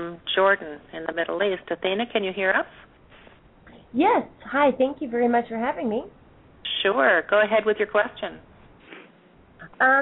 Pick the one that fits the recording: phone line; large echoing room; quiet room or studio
phone line